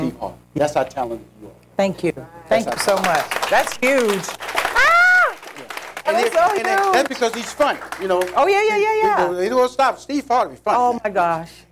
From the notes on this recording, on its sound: Taped in front of a live audience